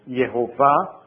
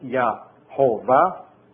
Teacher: When you have a Yah in the beginning, first syllable, you change it to a Yeh. · Shown in: first take · And so Yah can come at the end, the name of God, Yah, but not in the beginning.